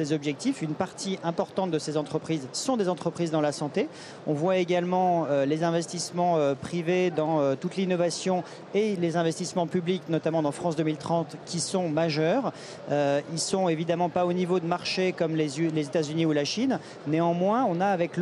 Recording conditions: busy venue